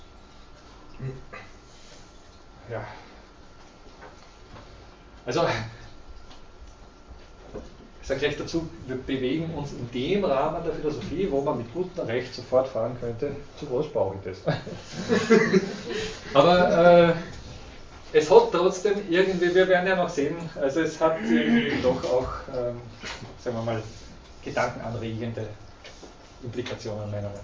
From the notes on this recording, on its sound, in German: Diese Vorlesung wurde von Studierenden aufgenommen